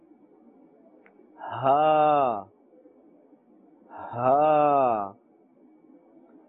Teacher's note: The letter ha is part of the halqiyya letters and is pronounced from the bottom of the throat. So it has a heavier sound when you are pronouncing it.